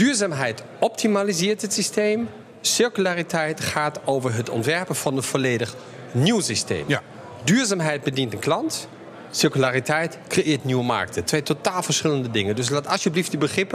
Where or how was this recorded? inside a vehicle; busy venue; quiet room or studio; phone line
busy venue